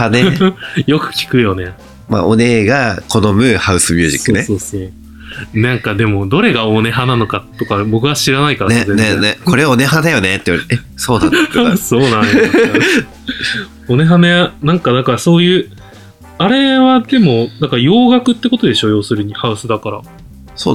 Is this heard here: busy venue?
no